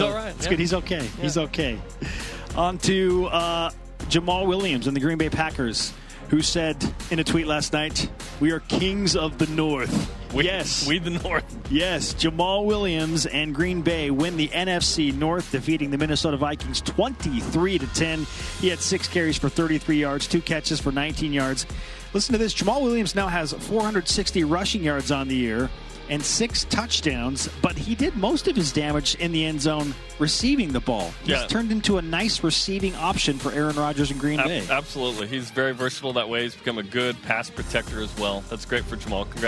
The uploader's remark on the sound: Live from Aloha Stadium. It is Bowl Game day.